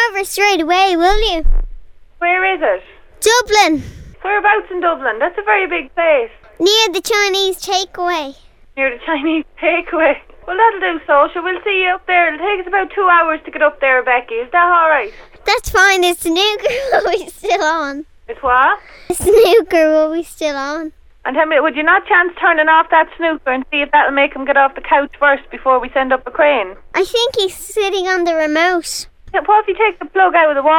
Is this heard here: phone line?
yes